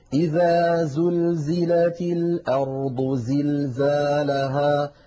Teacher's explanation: حرف الزاي دائما يقرع السمع بقوة لما فيه من صفة الصفير